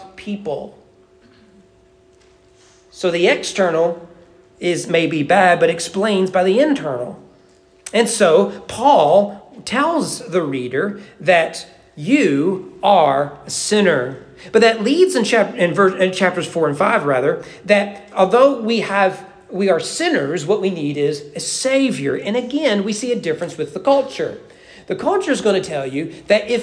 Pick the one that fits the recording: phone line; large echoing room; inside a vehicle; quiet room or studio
large echoing room